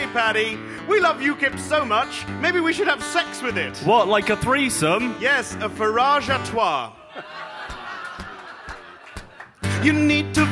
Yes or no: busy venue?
yes